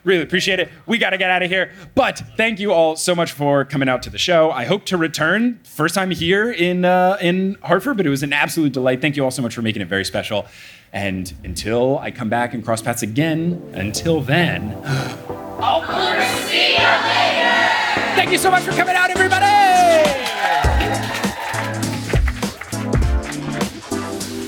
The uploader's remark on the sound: LIVE in Hartford!